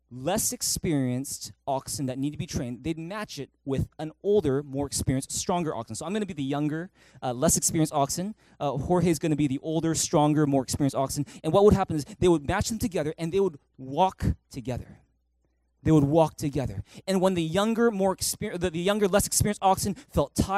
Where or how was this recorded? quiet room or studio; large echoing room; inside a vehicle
large echoing room